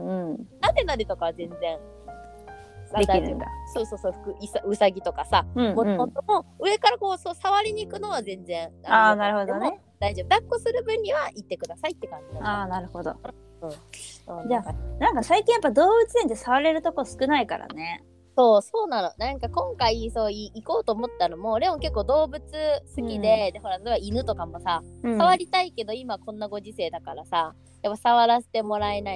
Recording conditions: drop-outs